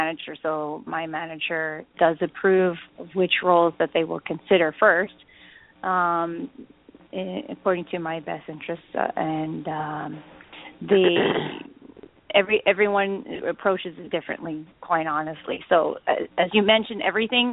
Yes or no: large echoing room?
no